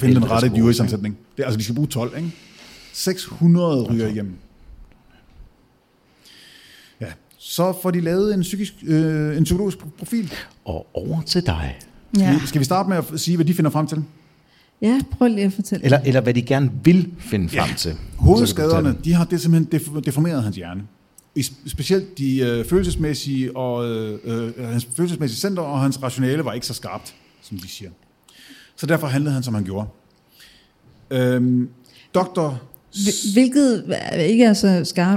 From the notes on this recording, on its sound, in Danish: Afsnittet er optaget live på Hotel Cecil den 1.